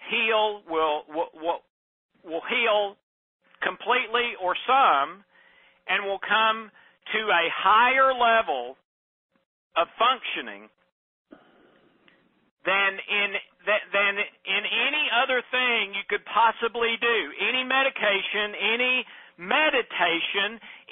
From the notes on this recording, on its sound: Please forgive the inferior sound quality, as this was a recorded conference call.